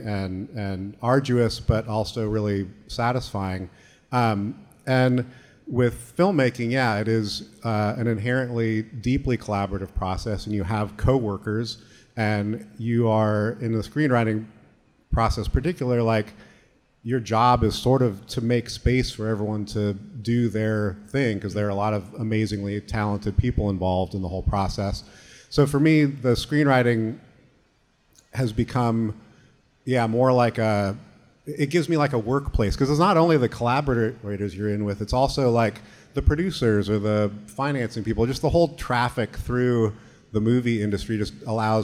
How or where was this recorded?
live audience